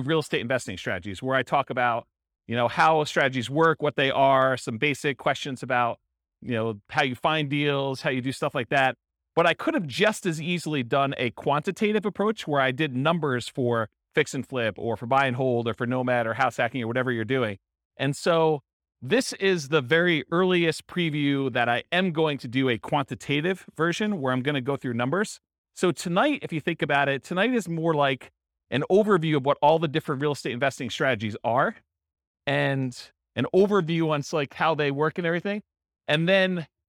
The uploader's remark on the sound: This was a live class recorded